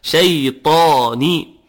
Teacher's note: هذا من الخطأ، أقول أعوذ بالله من الشيطان الرجيم، والشاء مرققة والياء مرققة، شيطا ثم الطا مفخمة